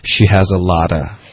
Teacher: a lot of 变成了 a lot a 对 a lot of 这个 v 的音给省略了